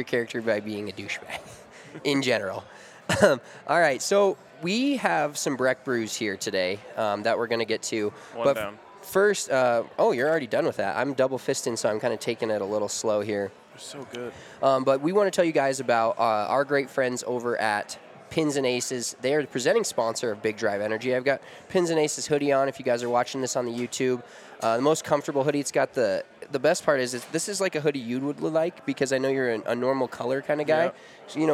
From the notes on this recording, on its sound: LIVE from the Farm House. A live episode of Big Drive Energy from the Breckenridge Farm House.